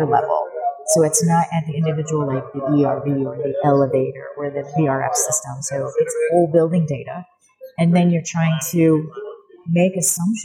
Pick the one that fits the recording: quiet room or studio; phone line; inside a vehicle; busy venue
busy venue